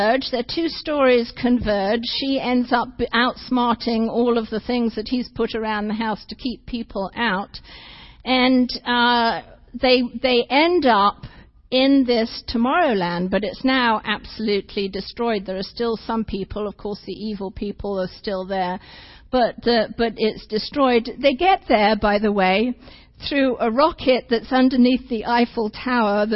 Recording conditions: large echoing room